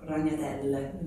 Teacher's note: I unfortunately put too much emphasis on the L, made it a double L. With my accent, and I ended up saying something like spiders tagliatelle, which made everybody laugh because I said ragnatele.